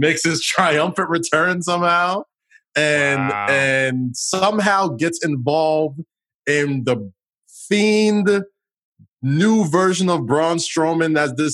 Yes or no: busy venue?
no